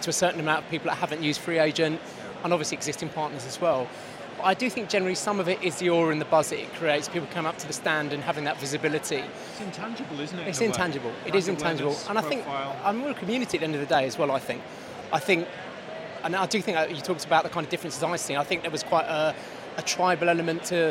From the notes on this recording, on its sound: Event Special - Accountex 2023 Live Interviews.